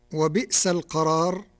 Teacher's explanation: قرأ ورش كلمة وبئس بإبدال الهمزة الساكنة ياء لكسر قبلها، وهكذا ما كان من نظائره في القرآن الكريم.